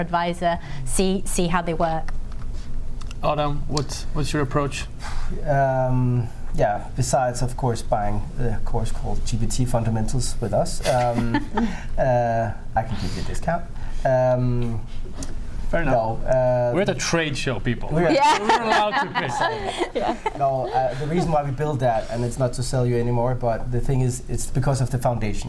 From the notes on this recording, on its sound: Recorded in front of a live audience at Copenhagen International Fashion Fairs.